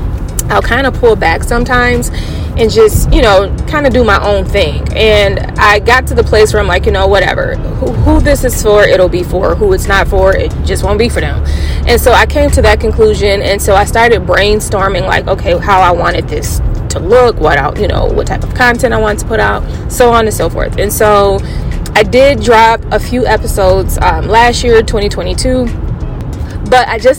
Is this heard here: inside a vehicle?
yes